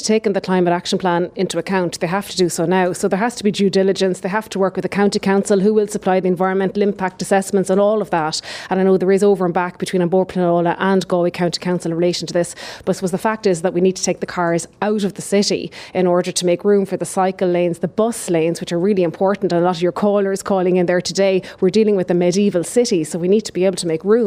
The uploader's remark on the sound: Live from The Galmont Hotel in Galway.